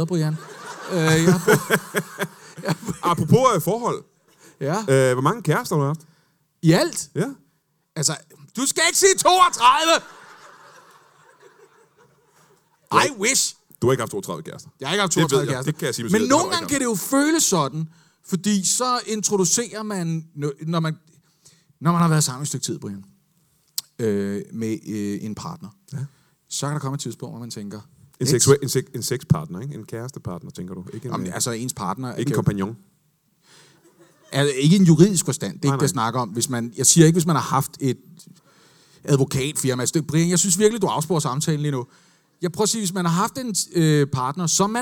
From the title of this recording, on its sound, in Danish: LIVE fra Comedy Zoo I Aarhus